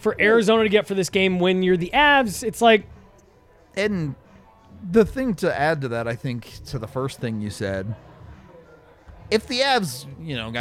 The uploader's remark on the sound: come to you LIVE from the DNVR Bar